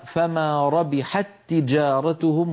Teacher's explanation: فما ربحت، هنا التقى في اللفظ تاءان، فالأولى ساكنة والثانية متحركة فأدغمنا التاء في التاء · Term: الإدغام